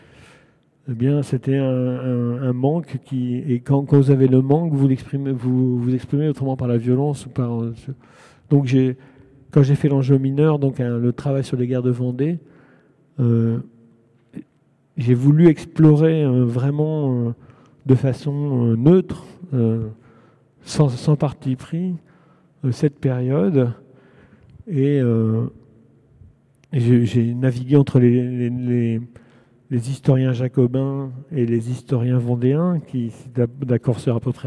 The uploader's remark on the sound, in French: en direct de la Foire du Livres de Bruxelles